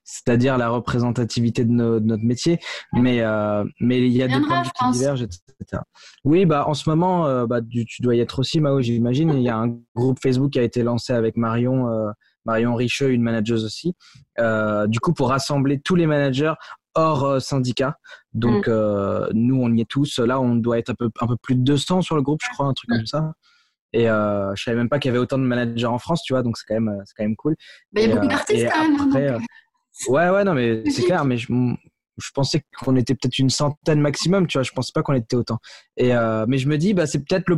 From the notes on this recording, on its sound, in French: Enregistré à distance